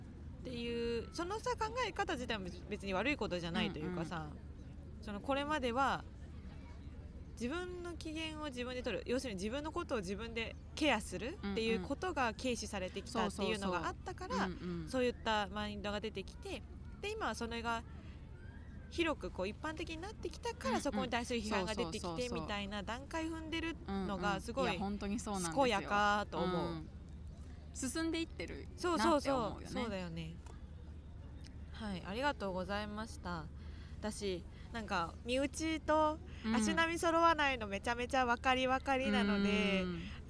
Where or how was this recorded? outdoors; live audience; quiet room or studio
outdoors